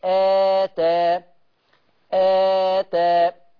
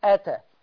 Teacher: لكن الكلمة الثانية همزة ثم ألف، يعني الهمزة هتنطق وبعدين الألف تأخذ تقرأ بمقدار حركتين · Shown in: first take